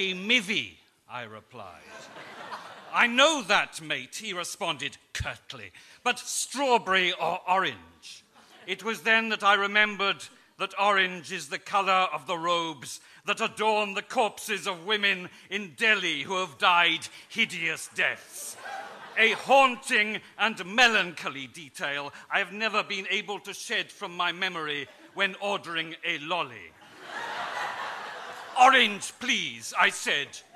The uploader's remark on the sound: Recorded at The Tabernacle in London in April 2010.